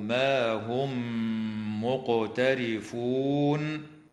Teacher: وتدغم الميم الساكنة في الميم مع الغنة في قوله تعالى: هم مقترفون، مع مراعاة قلقلة القاف في كلمة مقترفون.